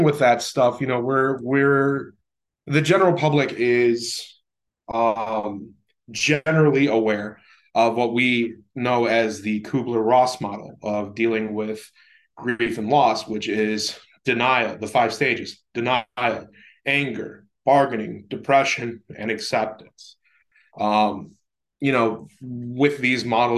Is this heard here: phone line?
no